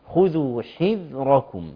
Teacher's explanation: يبقى الراء هي الوحيده في هذه الكلمه المفخمه. تمام. وباقي الحروف مرققه في هذه الكلمه.